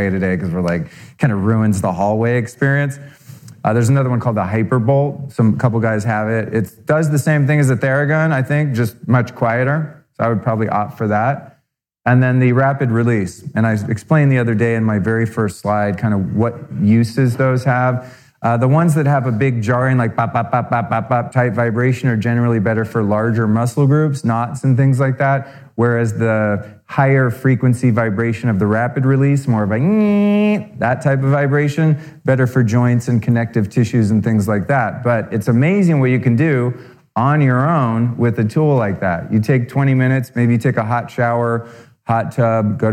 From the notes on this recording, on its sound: Recorded live. (Bootleg Broadcast).